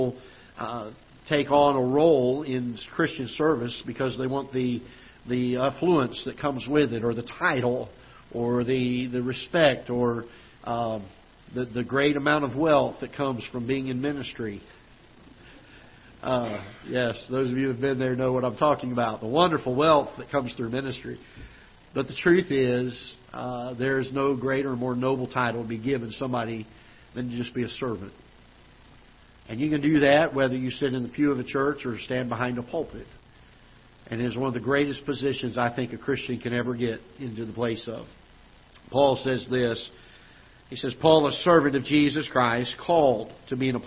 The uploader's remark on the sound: Ketha Heights Baptist Church ~ Live Broadcast